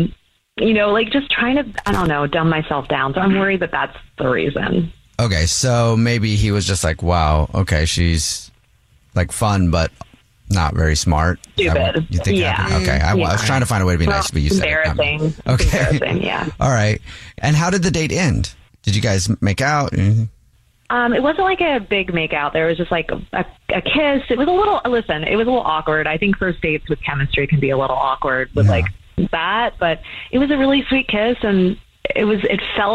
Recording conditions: phone line